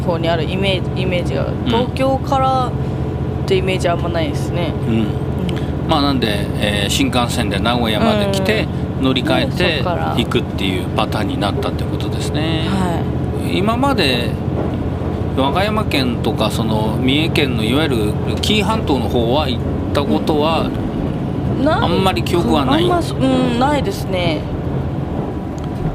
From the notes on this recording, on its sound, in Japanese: 実車収録。HC85系で紀伊長島まで行って来ました。